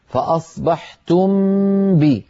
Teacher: أخفي الميم الساكنة عند الباء